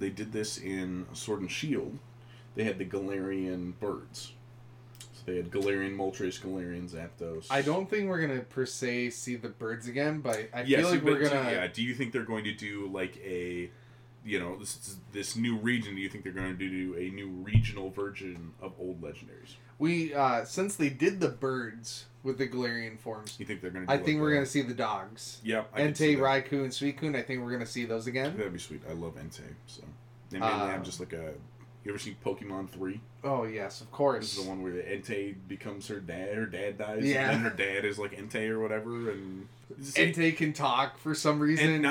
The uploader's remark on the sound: Sorry about the audio being a little low! We were still kinda figuring things out.